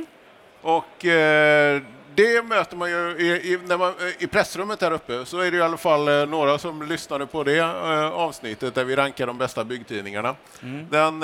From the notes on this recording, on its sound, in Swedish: Nordbygg Live. Sänder live från Nordens största byggmässa.